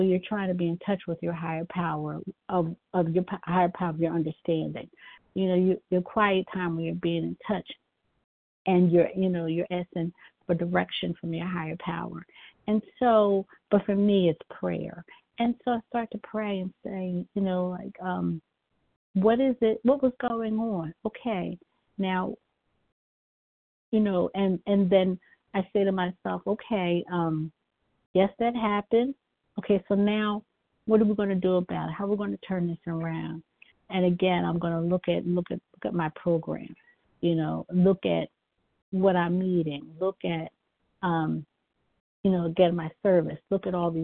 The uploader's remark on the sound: 100 Pounders Phone Meeting, 6/19/23.